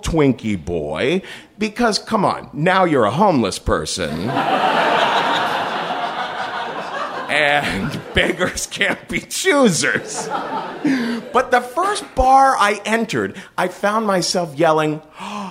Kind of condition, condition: setting, live audience